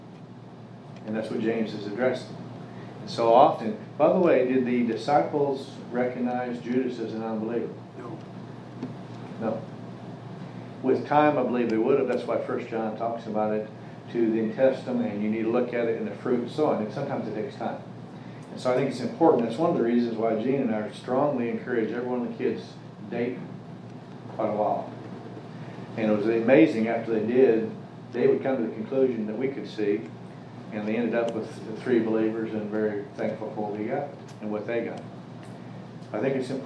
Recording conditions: live audience